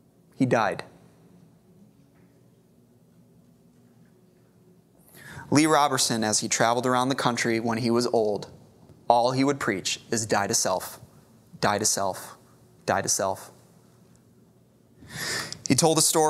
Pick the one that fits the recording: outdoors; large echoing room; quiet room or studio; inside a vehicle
large echoing room